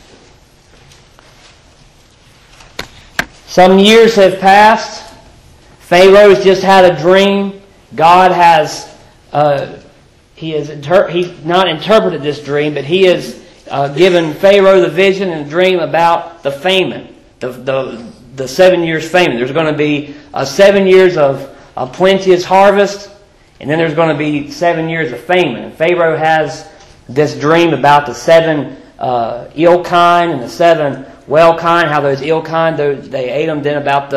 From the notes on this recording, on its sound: Previously recorded in 2015 at Five Forks Baptist Church in Hillsborough, NC.